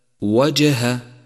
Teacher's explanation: لاحظ صفة القلقلة لحرف الجيم في كلمة وجه. وجه، وقد لونت بالأزرق الفاتح إشارة لصفة القلقلة، وهي في هذا الموضع قلقلة صغرى لأنها جاءت في وسط الكلمة، وحروف القلقلة يجمعها قولك قطب جد.